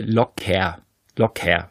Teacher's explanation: im Standarddeutsch sprechen wir das R am Ende dann wie ein kleines A aus